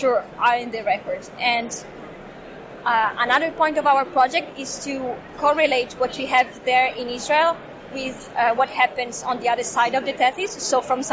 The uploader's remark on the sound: It was recorded during the EGU 2023 meeting. It was recorded during the EGU 2023 meeting.